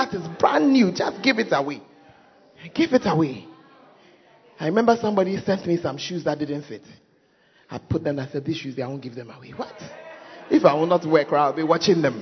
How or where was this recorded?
large echoing room